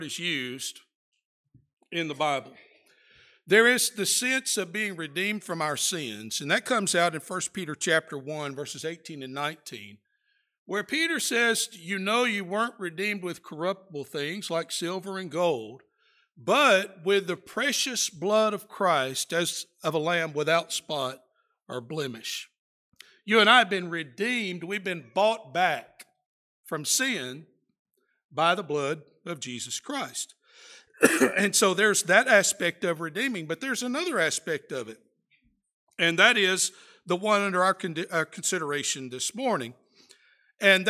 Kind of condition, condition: setting, large echoing room